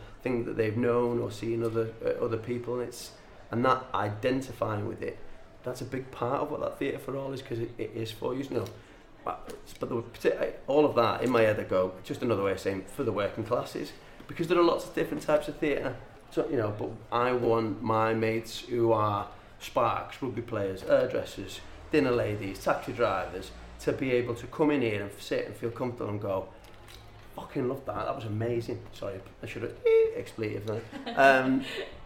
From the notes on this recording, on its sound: Just a heads up this episode was recorded a few weeks ago during rehearsals. We recorded this podcast at the mermaid tavern in Prescot which is newly opened and just round the corner from the playhouse.